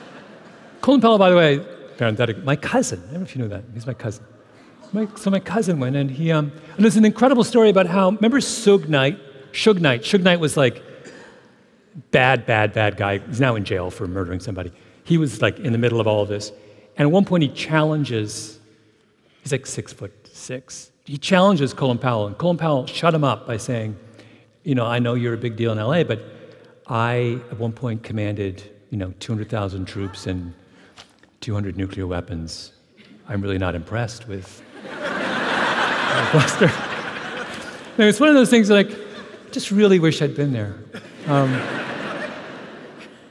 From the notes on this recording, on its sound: on stage at Benaroya Hall as part of SAL’s Literary Arts Series